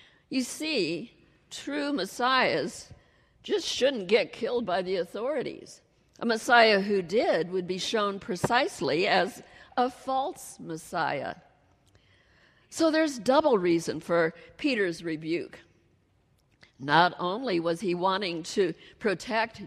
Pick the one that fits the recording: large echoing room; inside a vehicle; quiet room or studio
large echoing room